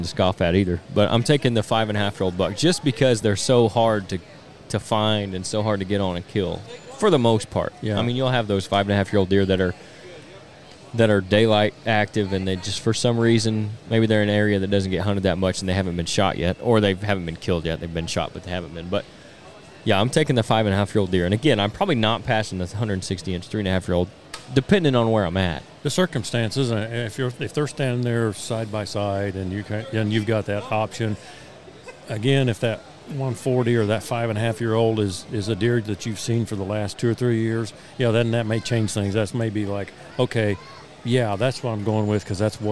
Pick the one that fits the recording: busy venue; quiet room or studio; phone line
busy venue